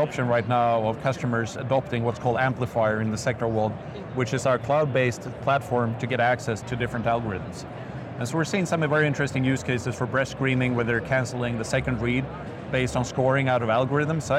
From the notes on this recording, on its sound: an Interview in Action live from HIMSS 2023